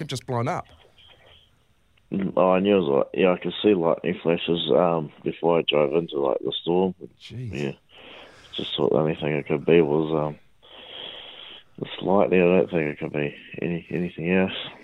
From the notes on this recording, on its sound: We are joined on the phone by a kiwi legend from the west coast.